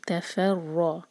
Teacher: را کو بھاری پڑھیں گے اور یہاں پہ رر آواز نہ آئے · Term: را ہیوی